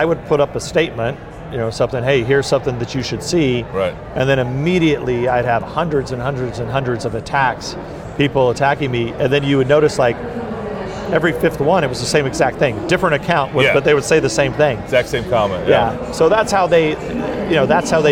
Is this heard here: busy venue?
yes